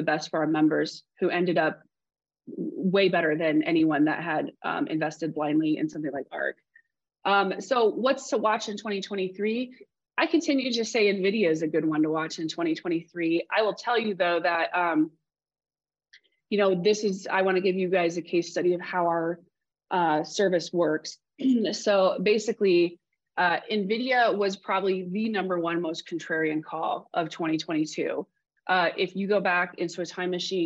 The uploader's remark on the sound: This special episode is an excerpt from the full webinar.